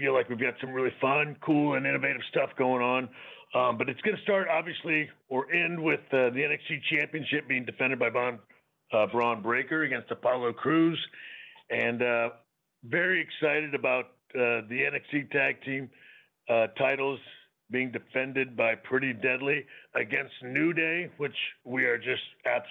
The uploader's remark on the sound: NXT Deadline Pre-Show Media Conference Call. Speaks to media ahead of the NXT Deadline show.